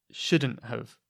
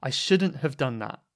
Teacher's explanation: Notice I said have, which is the schwa rather than have. · Term: lazy vowel